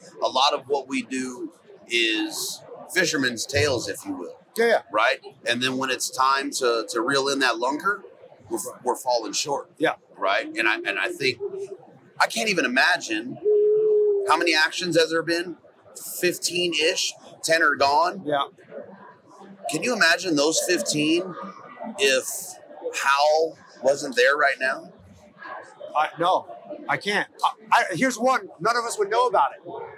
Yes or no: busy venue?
yes